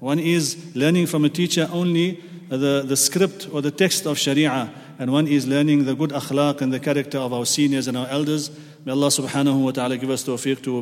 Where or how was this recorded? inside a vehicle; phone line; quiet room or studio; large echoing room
large echoing room